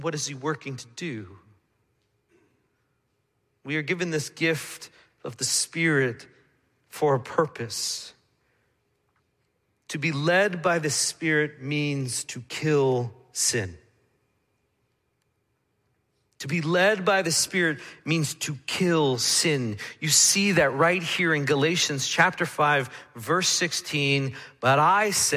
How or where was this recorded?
large echoing room